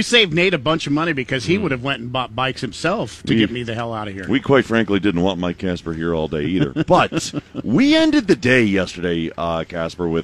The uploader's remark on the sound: LIVE from the TOY DRIVE.